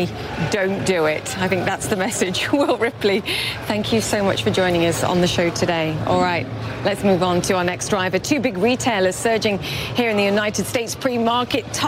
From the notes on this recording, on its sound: live from the New York Stock Exchange